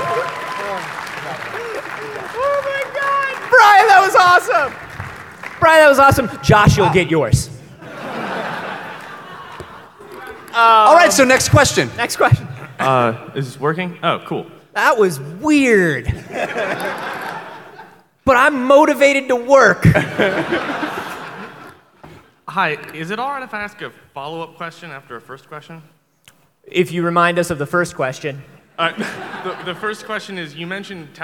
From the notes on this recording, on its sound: LIVE from PAX South 2016! This one was recorded live at the PAX South convention in San Antonio Texas, and consists entirely of questions from the audience.